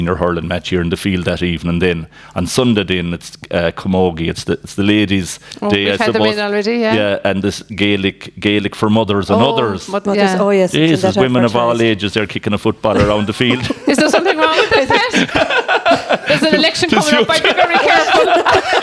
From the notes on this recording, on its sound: This Interview was originally broadcast as part of Saturday Chronicle, live from Whitegate GAA.